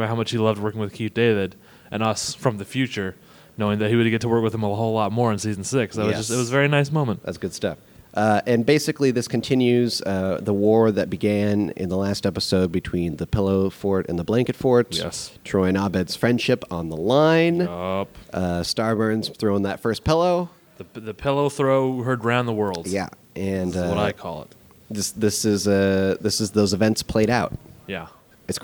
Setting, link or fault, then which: setting, live audience